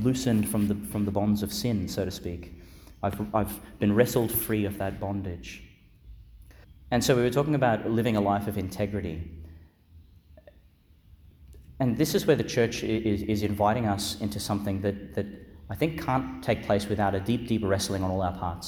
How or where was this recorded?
large echoing room